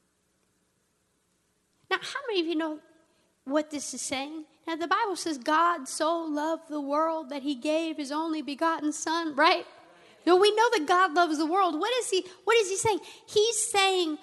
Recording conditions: large echoing room